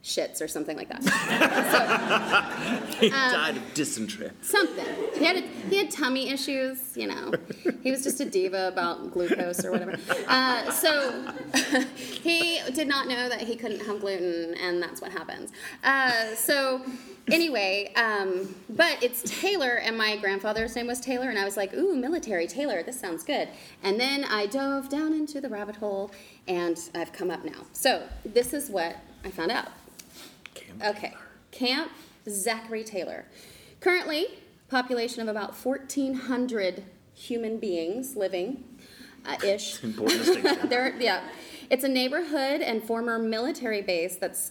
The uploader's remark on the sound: LIVE from Louisville Supercon. In this, our very FIRST live show.